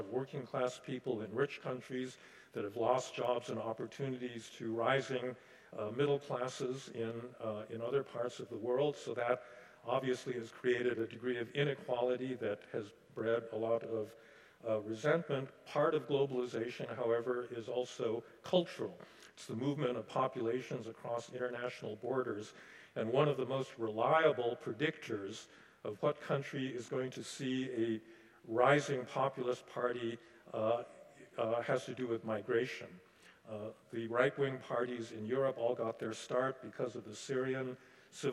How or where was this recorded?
large echoing room